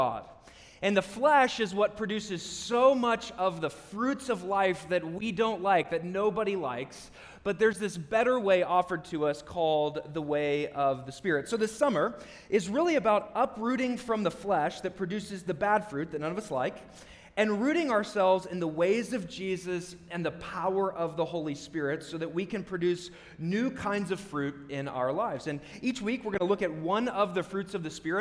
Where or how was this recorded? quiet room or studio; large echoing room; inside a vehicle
large echoing room